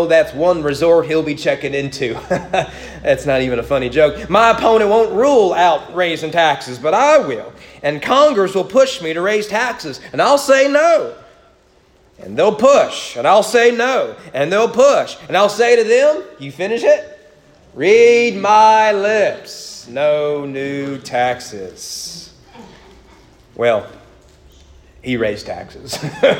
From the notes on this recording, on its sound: Sermon preached at East Frankfort Baptist Church on October 10, 2021 during morning worship.